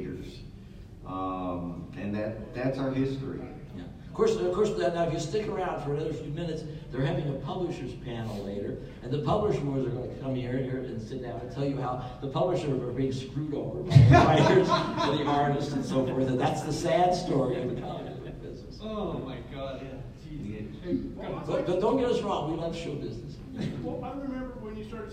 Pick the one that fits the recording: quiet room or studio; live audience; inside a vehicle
live audience